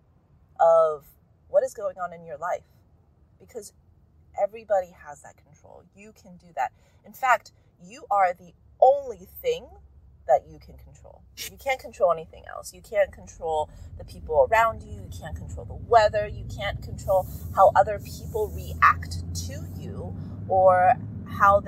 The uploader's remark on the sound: Sorry about the audio quality, recorded this in my car, and even though the road noise is loud